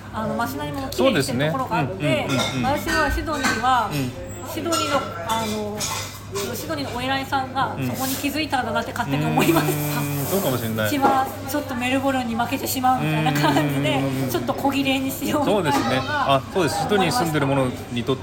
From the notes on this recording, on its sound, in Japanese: シドニーに来られていて、お忙しい中時間を作っていただき一緒にbreckyしてきました。カフェでの収録でしたので、周りの音がうるさい時があって聞きづらい部分があると思いますが、ご了承ください。